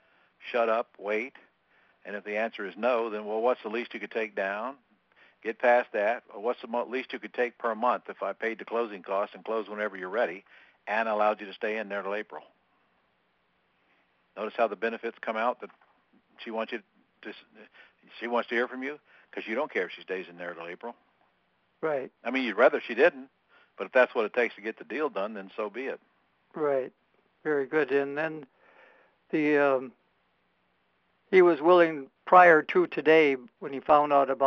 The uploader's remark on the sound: Q&A Call